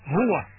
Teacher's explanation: هو الهاء من أقصى الحلق